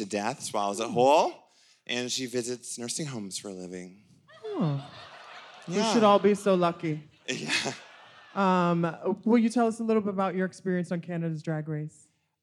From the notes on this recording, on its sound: Race Chaser Live at Queens Theatre. This episode is audio highlights from this event.